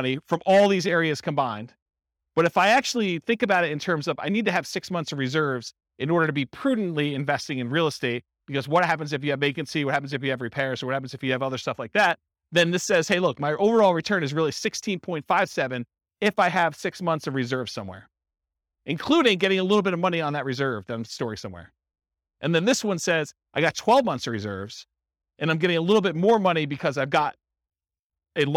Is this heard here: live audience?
yes